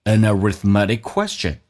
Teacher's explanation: arithmetic 这个 t 可以被浊化，因为两个元音中间所加的清辅音被浊化